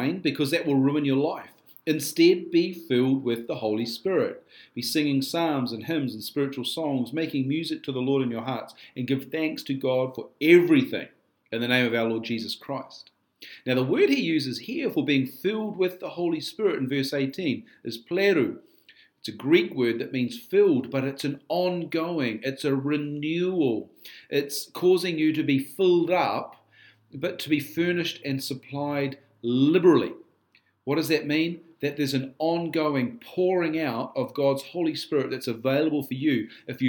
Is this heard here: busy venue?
no